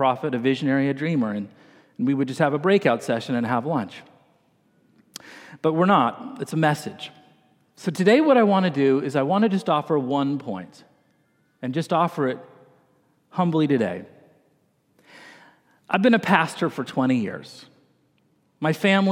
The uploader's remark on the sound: this morning delivered the message during the Traditional Worship service